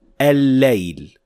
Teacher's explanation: Remember, this is al-shamsiyya, so we will not pronounce the first lam at all, and the second lam will have shadda on top of it